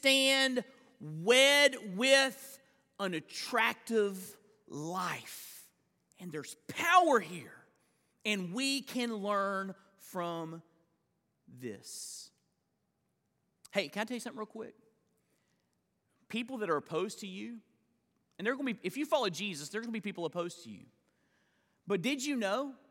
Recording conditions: large echoing room